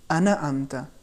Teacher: مثال کے طور پر اگر کوئی شخص پڑھے انا امتا، یہ صحیح تلفظ نہیں ہے، چونکہ نون پر ہلکی سی زبر جیسی حرکت آ گئی ہے۔ صحیح تلفظ بالکل بغیر کسی حرکت کے ہیں، انعمتا۔